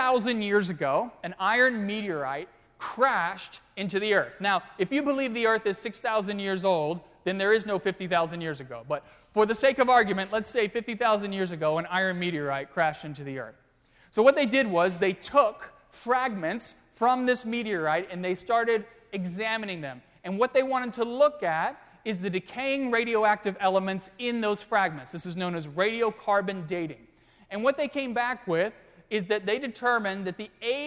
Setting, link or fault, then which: setting, large echoing room